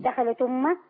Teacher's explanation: إني بشيل الهمزة واخد الحركة بتاعتها أوديها أوانقلها على الحرف الساكن اللي قبلها. · Term: النقل